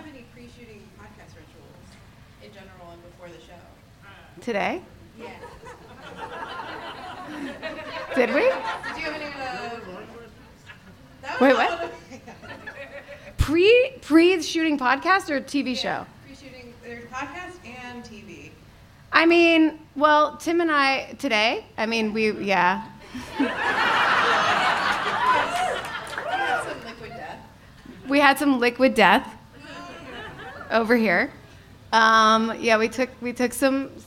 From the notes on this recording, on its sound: LIVE FROM SF SKETCHFEST. Are joined by 400 special guests LIVE.